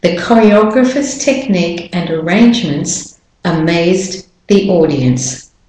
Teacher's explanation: So arrangements goes up a little bit, smidge of a tiny bit of a pause, and then the last phrase, amazed the audience. · Term: melody